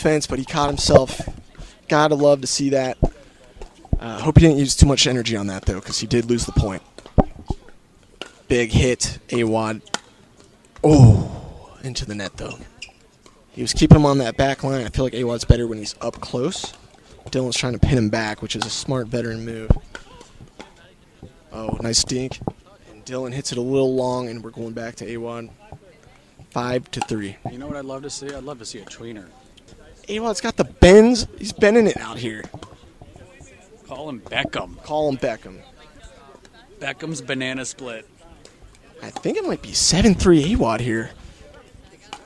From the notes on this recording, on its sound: live from the PickleBOO pickleball tournament